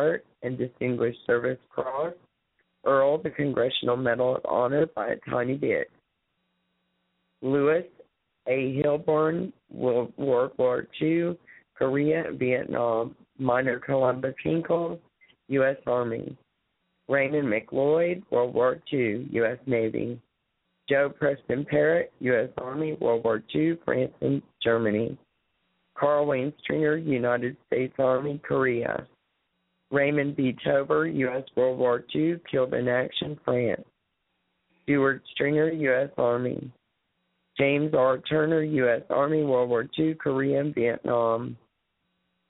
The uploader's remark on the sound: Open Mic Sunday. Call in comments.